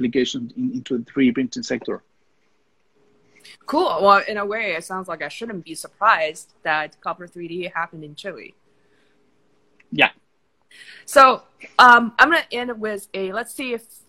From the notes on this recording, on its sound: This podcast is a recording of our weekly Instagram Live interview